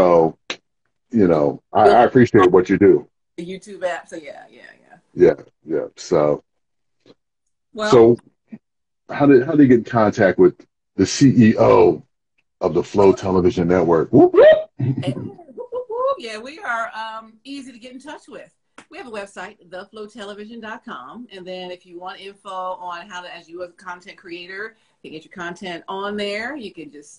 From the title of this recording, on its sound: Instagram Live